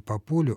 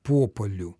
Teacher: Это вообще такая заметная тенденция в русском языке — перенос ударения на приставку в некоторых случаях или даже на предлог · Shown in: second take · Term: перенос ударения на предлог